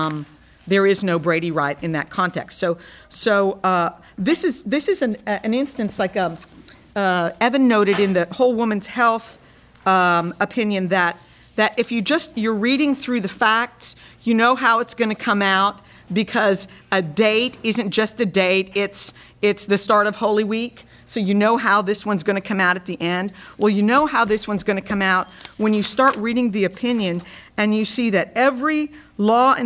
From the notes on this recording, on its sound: Live at Texas Law. The episode was recorded before a LIVE student audience at the University of Texas School of Law in Austin at the invitation of the UT chapter of the Federalist Society.